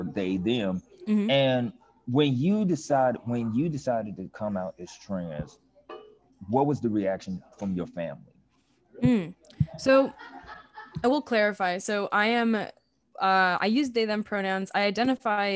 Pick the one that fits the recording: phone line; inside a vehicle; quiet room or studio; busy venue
busy venue